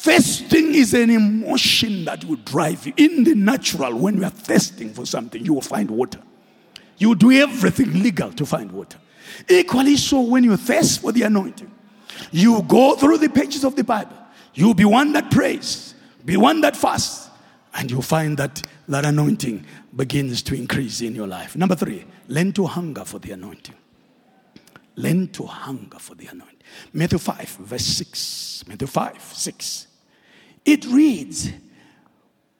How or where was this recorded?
large echoing room